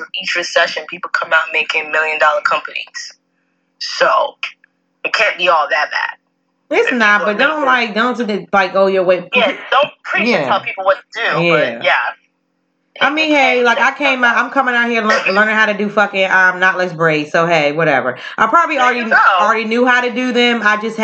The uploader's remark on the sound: They come together via Facetime